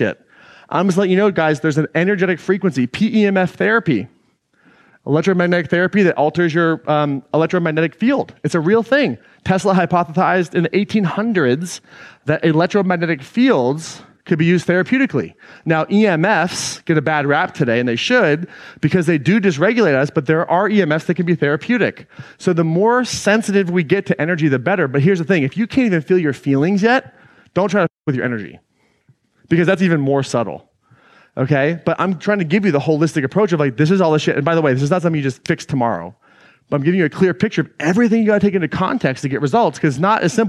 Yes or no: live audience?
yes